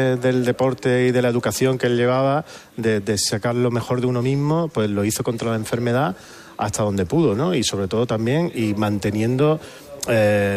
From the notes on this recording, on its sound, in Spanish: Nos trasladamos en directo hasta el Teatro Cervantes de Málaga para inaugura el Festival de Cine de Málaga.